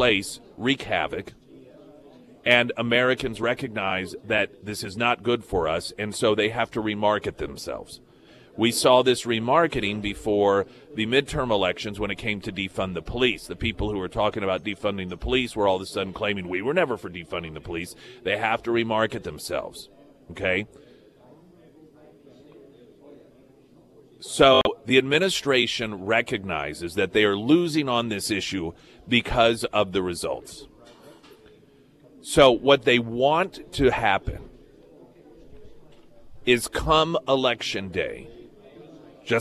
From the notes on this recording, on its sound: live at Scramblers Diner